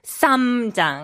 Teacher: you pronounce that S, the tongue kind of goes to the roof of the mouth and yeah. you just keep it there. · Term: sang shiot